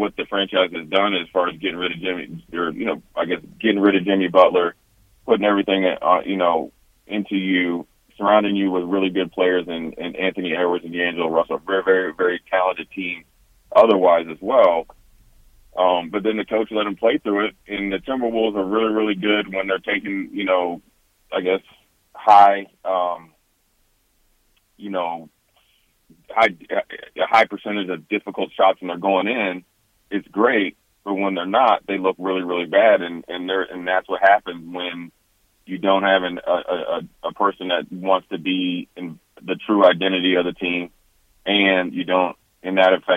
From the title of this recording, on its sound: joins us over the phone